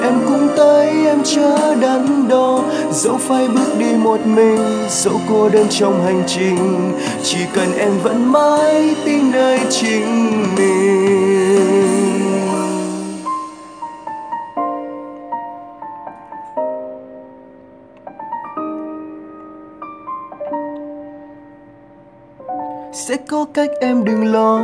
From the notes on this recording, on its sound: Recorded by my mobile phone